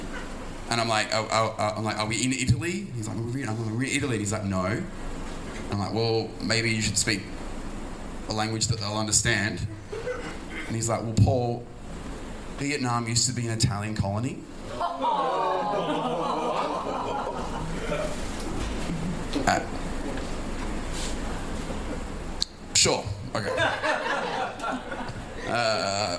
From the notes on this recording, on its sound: One Night In Saigon. Full Show Live.